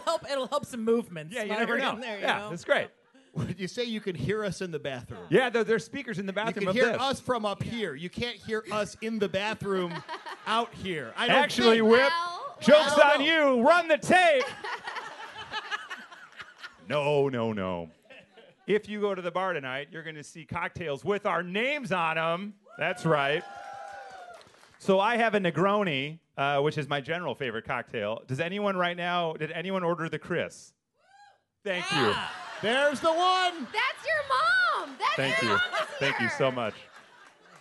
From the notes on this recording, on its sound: Morning Mix Live at the Copley Theatre in Aurora